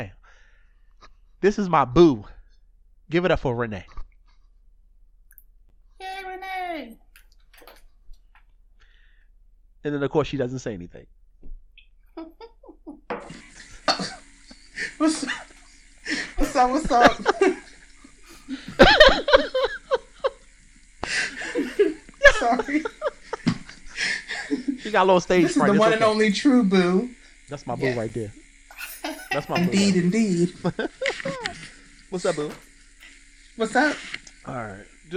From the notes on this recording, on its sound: Forgive the slight buzz, some small audio issues